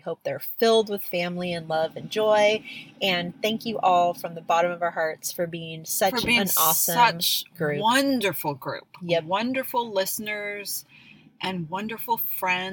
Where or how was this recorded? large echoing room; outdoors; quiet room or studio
outdoors